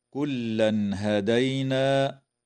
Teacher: إظهار حلقي للتنوين عند الهاء